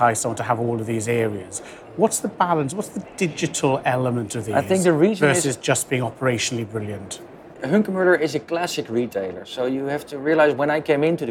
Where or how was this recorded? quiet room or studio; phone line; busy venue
busy venue